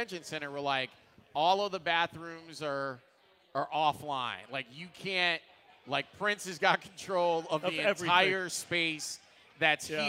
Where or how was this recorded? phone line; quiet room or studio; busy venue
busy venue